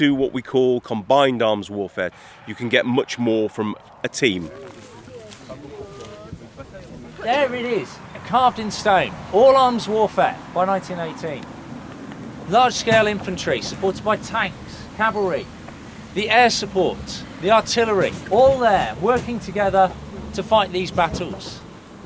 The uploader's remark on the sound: In August 2018, students from across the United Kingdom joined students from France, the United States, Canada and Australia on the Western Front to commemorate the Battle of Amiens. Recorded mostly during that battlefield tour. In this podcast, we visit MOREUIL WOOD.